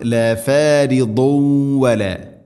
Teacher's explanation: ദാദ് ഇസ്തിഅലാന്റെ അക്ഷരമാണ്, സ്വരഭാരത്തിൽ ഉച്ചരിക്കണം